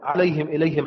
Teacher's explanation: أما لفظ عليهم فقرأ حمزة بضم الهاء